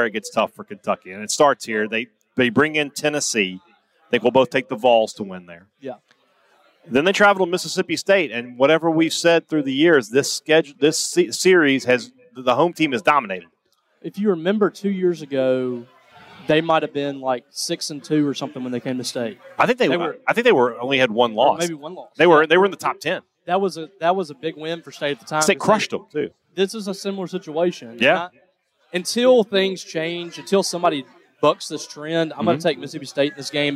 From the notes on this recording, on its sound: report live from Radio Row in Nashville as Media Days kicks into full gear